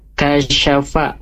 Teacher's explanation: sya-nya jangan panjang ya, tapi kasyafa huruf kaf sya fa itu pendek tiga-tiganya